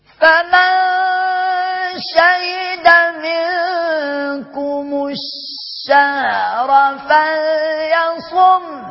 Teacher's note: هنا لام شمسية مدغمة، أصلها الشهر، وهنا إدغام اللام هيسبب لتشديد الشين، والشين فيها صفة عجيبة وغريبة وفريدة اللي هي التفشي